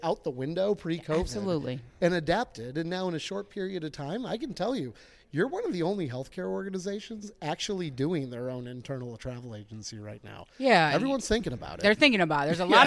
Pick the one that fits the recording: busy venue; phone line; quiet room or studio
busy venue